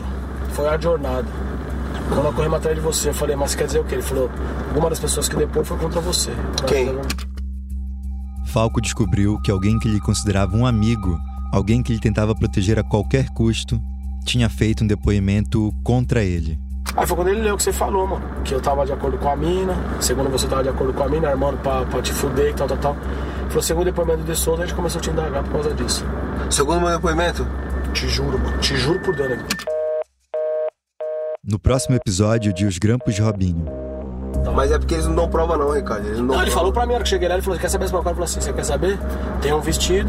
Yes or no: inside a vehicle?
yes